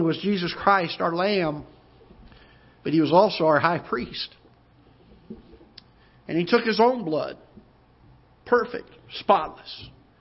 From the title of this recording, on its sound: Ketha Heights Baptist Church ~ Live Broadcast